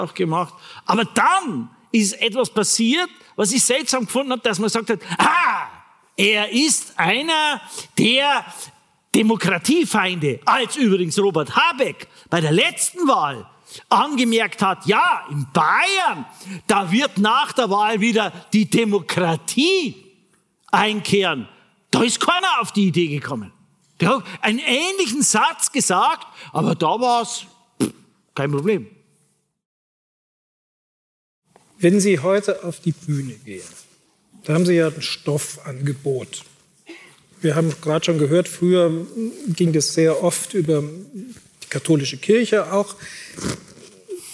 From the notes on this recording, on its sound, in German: Vor seinem Auftritt bei der Nacht der Autorinnen und Autoren, die die Süddeutsche Zeitung jedes Jahr für ihre Leserinnen und Leser veranstaltet. Im Münchner Volkstheater. Ein Live-Gespräch für den Podcast „München persönlich“. Gut 500 Zuhörerinnen und Zuhörer konnten so unmittelbar dabei sein, wie die Folge entstand.